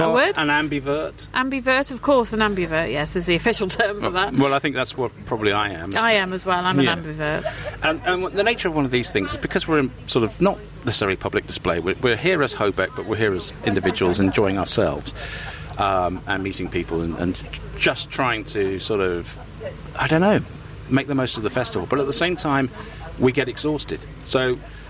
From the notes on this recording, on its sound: Harrogate Crime Festival ’22 Special. The Hobcast Book Show comes from the world's biggest crime writing festival, the Theakstons Old Peculier Crime Festival set in the grounds of the Old Swan Hotel in Harrogate. Back to full capacity for 2022, the event was a huge success.